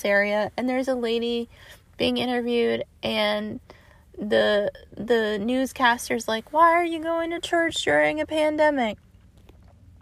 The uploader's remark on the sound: Recorded in my car in front of an apartment complex after a day of driving around Oklahoma.